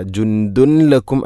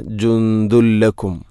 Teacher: ഇദ്ഗാം ബിലാഗുന്ന, തൻവീനിനെ ലാമിലേക്ക് കൂട്ടിലയിപ്പിക്കണം. അപ്പോൾ നൂനിൻ്റെ ശബ്ദം കേൾക്കൂല. · Shown in: second take · ജുന്ദുൻ എന്ന ശബ്ദമില്ല.